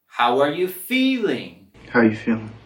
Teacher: Y vamos a subir la entonación en la primera sílaba de feeling.